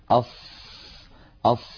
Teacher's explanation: من حروف الرخاوة لأن الصوت يمتد معها ويجري أص يجري معها الصوت والنفس كلاهما.